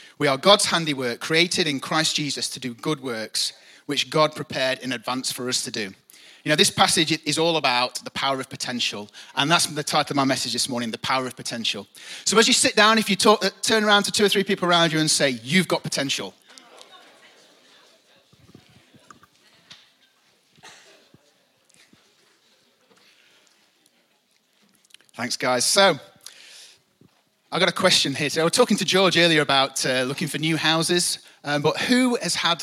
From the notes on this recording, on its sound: Recorded live at the Chesterfield Campus this is the message from the morning service on the 6th October 19.